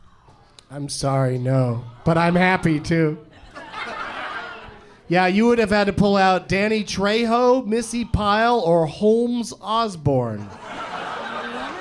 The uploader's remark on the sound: Live from Go Bananas in Cincinnati